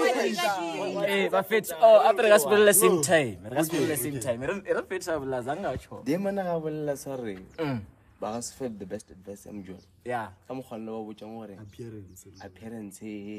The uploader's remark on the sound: Shot this outside so there’s no video rn.